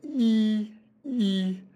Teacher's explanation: The symbol E is used for a vowel that in which the height of the tongue is as high as you can have it and still have it be a vowel. The position of the tongue in the mouth is relatively forward. · Term: high front vowel